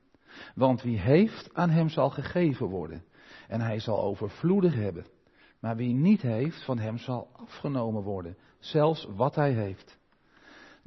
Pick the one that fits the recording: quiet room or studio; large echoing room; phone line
large echoing room